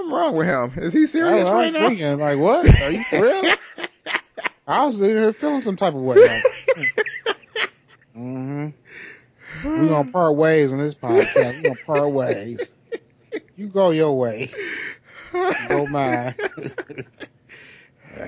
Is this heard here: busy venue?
no